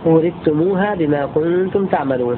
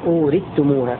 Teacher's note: يقرأ أبو عمرو وهشام وحمزة الكسائي بإضغام الثاء في التاء